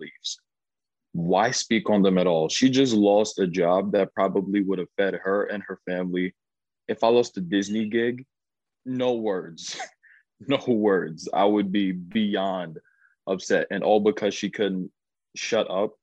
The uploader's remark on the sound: Sit down over Zoom to chat.